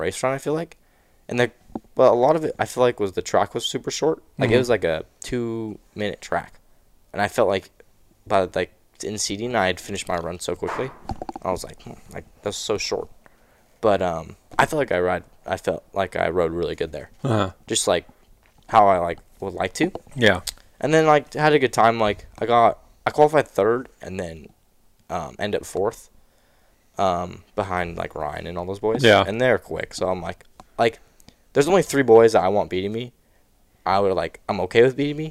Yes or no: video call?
no